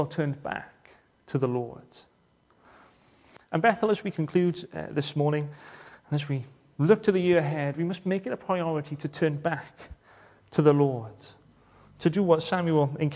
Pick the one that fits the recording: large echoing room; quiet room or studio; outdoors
large echoing room